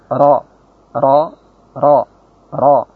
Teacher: Tidak pula seperti orang yang lisannya tidak lancip sehingga mengucapkannya ra, ra, ra. Nah, benar dua atau tiga getaran saja.